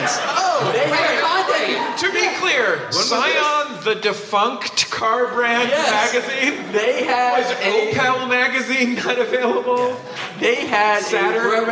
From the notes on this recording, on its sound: Live from SF Sketchfest. Live on stage at the Swedish American Music Hall as part of San Francisco Sketchfest 2017.